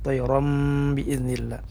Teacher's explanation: Kemudian ada iqlab pada kata fayakunu tayram, tayram ini berubah suara jadi mim dan namanya iqlab ya. Nah ini bibir kita harus dirapatkan.